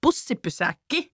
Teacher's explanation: When there is a compound word, like for example bussipysäkki, meaning bus stop, This has sort of two stressed syllables, the first ones of each word.